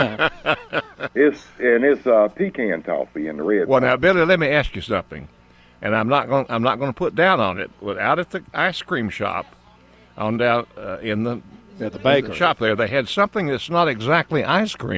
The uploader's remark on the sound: broadcasting live from Campbell Road Nursery